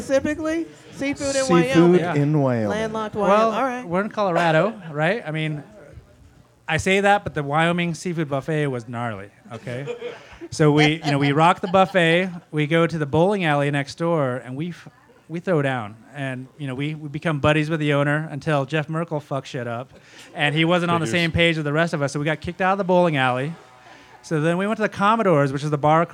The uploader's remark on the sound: Its "A Very Mostly Harmless Birthday Celebration" Live Talk Show! The chat is followed by a short game of Mad Libs!